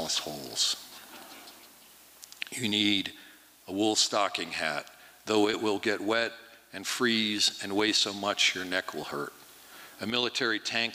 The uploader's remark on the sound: 2023 FPG-Liberty Theatre-Saturday Night-Third Set. From the 2023 FisherPoets Gathering. This recording was made on Saturday, February 25th, 2023, at the Liberty Theatre in Astoria, OR as part of the FisherPoetry Archive Project.